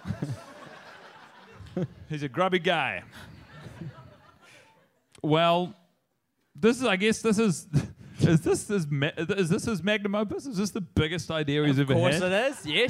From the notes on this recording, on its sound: Live from The Bell House in New York City. In front of a live crowd.